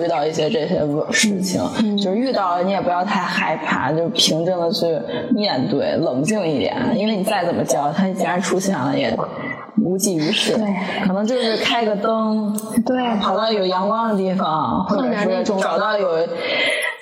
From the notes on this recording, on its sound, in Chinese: 本次声音录制因设备原因音质受损